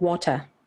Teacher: the R's would become an uh at the end